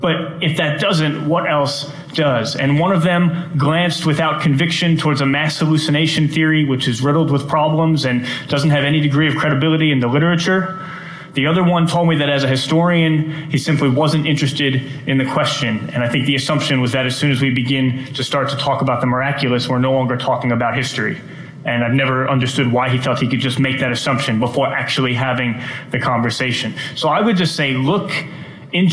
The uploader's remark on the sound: during a Q&A session at Arizona State University